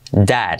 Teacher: Esa E que tiende a A, que la simbolizamos con un acento al revés